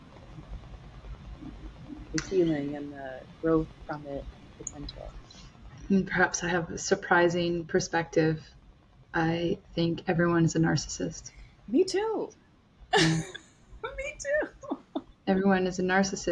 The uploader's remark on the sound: There was an issue with the volume of my recordings but you should still be able to hear us both loud and clear! Don't worry, it's not an issue with your device.